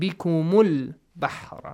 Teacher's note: So nouns having hamzatul wasl and lam ta'rif, they will be assigned with fatha if you start from this, if you pronounce hamzatul wasl. But if you connect the previous word with this, you skip that hamzatul wasl